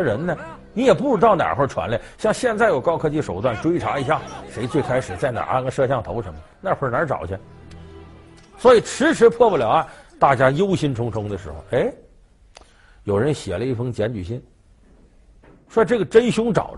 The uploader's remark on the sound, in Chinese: 還有聽故事的觀眾